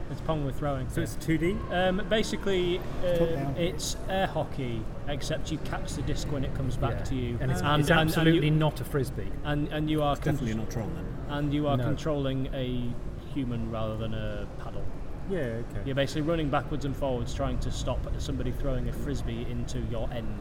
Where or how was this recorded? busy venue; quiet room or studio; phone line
busy venue